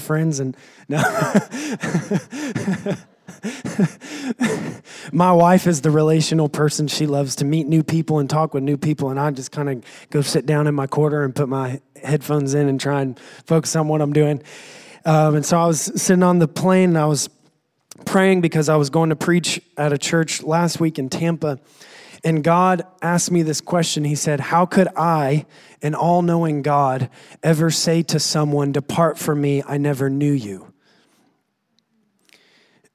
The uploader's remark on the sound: recorded on Sunday, October 21, 2018, during service at The Anchor Church in Rockport, Maine